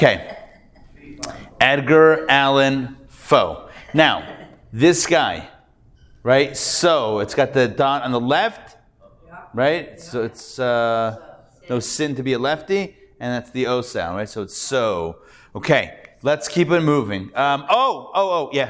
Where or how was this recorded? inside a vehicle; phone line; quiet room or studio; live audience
live audience